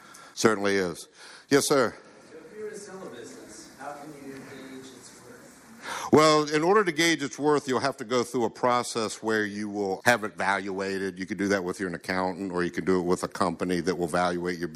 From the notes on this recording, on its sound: We recorded this talk back in October of 2019 at LashCon. This was one of about 28 presentations we had over two days.